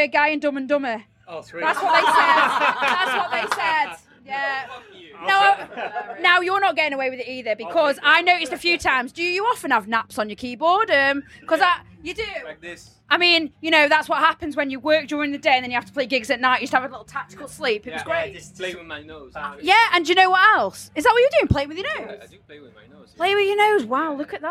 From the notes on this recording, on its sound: Fresh from the stage at Eleven, they gave me the nod to join them in their dressing room which was situated just behind the stage.